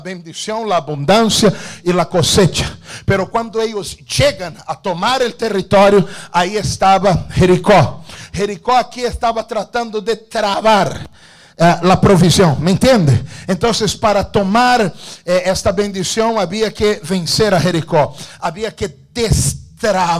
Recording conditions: large echoing room